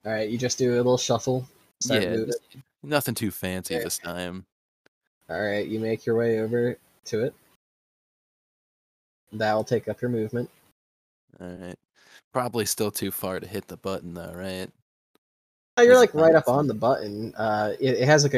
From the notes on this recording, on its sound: Had some technical difficulties with the recording of this one